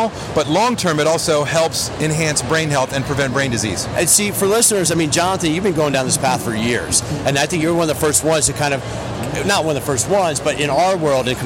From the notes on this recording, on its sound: IDEA World Fitness Convention 2019 - LIVE From Trade Show Floor.